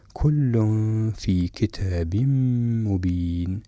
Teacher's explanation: أدغم التنوين في كتاب بالميم في كلمة مبين